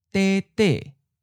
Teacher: Second tone high falling gets stuck up there at the top and then becomes a first tone high flat, as in de de, a little short.